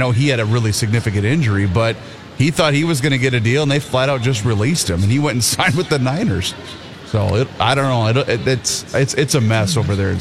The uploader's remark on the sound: Live at the 3M Championship at the TPC.